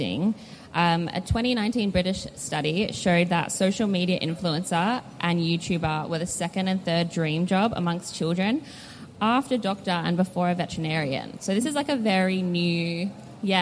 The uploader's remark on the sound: LIVE episode recorded as part of this year’s Melbourne Fashion Festival. We took to the public stage.